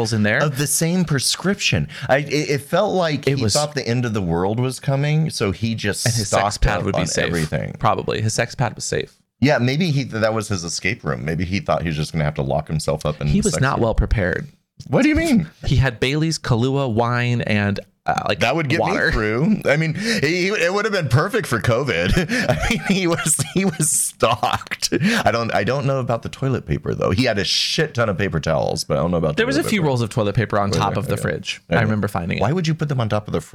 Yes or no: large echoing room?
no